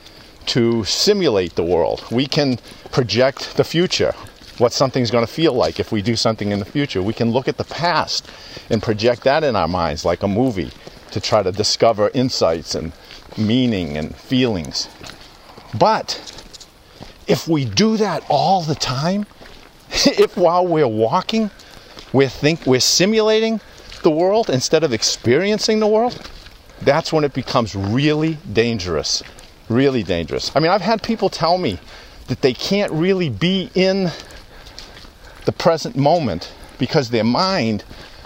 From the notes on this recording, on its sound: Takin A Walk. Walk and talk at Tower Hill Pond in New Hampshire.